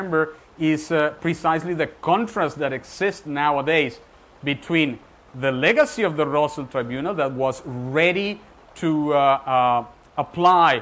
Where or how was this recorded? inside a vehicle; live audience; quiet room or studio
live audience